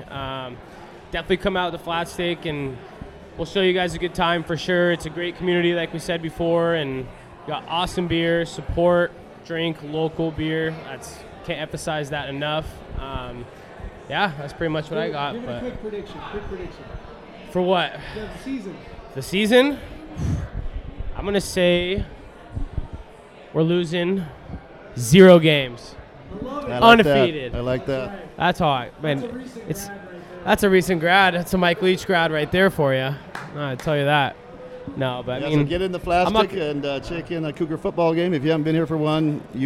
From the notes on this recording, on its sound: Live from Flatstick Pub! Recording together from Coug-owned Flatstick Pub in Pioneer Square!